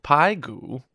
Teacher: 排, the second tone, and 骨, the third tone